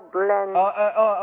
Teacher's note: ارقق ما فخمش الفاء عشان الضاد